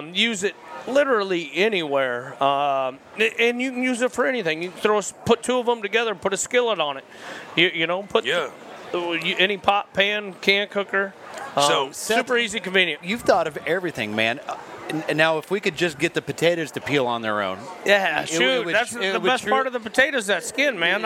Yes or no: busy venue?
yes